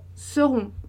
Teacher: esse E é fechado e o R, ele é bem tênue ali